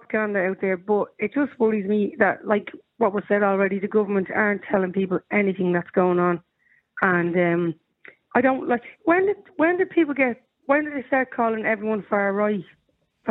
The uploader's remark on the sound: Opens the phone lines. Callers express varying opinions.